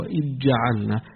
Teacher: يعني كنوع من التسهيل إدغام الذال في الجيم